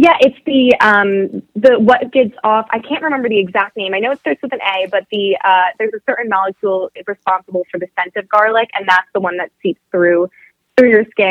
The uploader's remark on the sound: called in for a fun chat